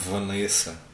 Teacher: eles lá pronunciam esse antropónimo como Vanessa. Assim mesmo, com vogal fechada, o que não deixou de me deixar um tanto intrigado.